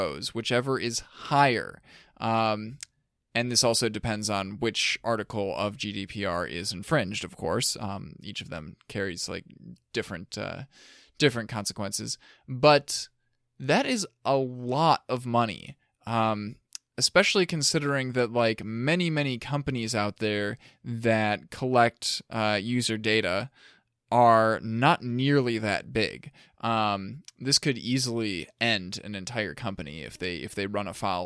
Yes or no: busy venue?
no